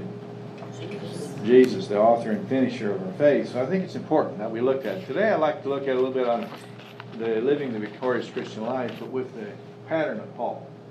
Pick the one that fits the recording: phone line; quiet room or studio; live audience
live audience